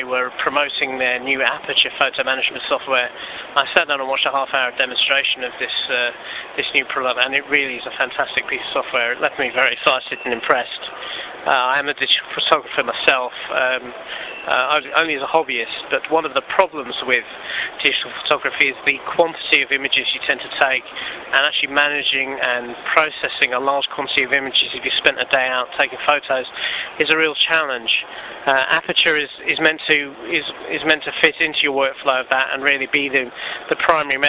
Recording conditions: busy venue